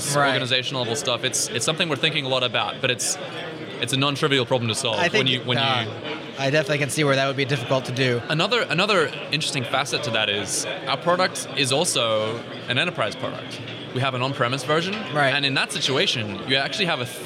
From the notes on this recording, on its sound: recorded at OSCON London 2016